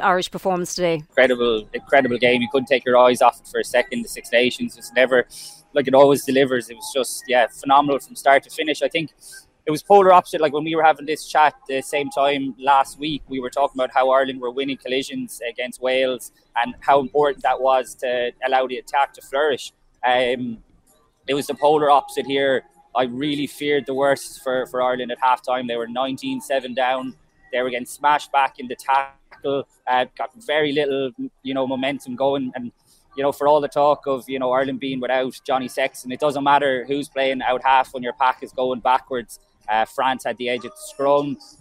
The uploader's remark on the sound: The Left Wing LIVE. Live from the Stade de France.